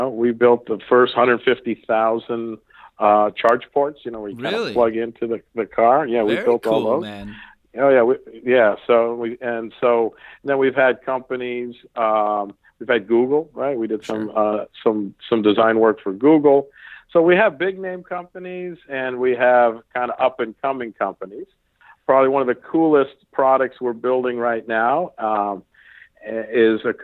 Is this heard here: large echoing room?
no